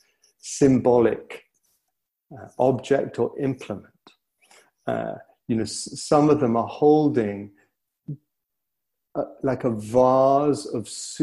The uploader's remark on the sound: (Gaia House) Recording from the online retreat.